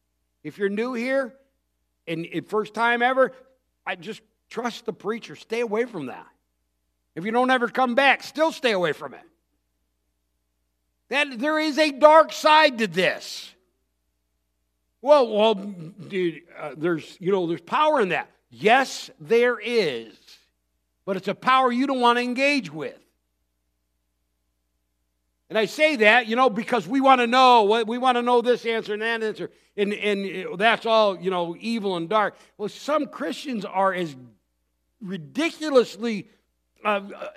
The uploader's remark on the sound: Recorded Christmas Eve service on December 24th, 2023